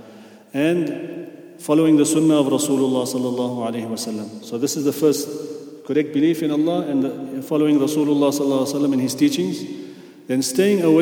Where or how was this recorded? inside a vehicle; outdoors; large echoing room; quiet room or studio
large echoing room